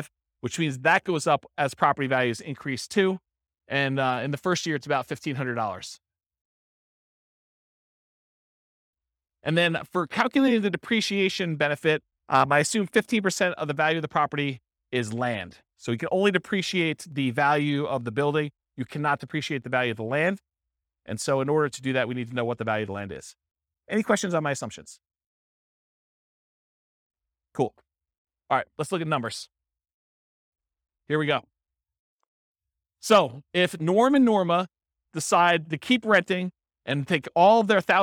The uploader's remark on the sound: This was a live class recorded